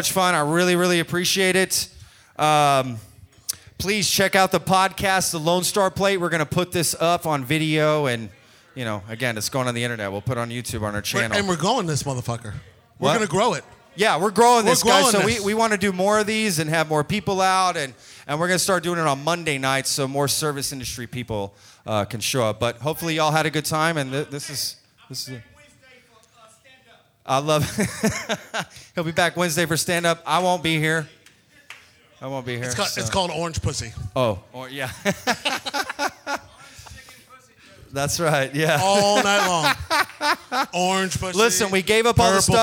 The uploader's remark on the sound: We held a Service Industry Trivia Night where we basically asked people on stage to answer trivia questions and take home prizes. Way more people came out than I initially thought, so we had a great crowd, and we recorded the whole thing.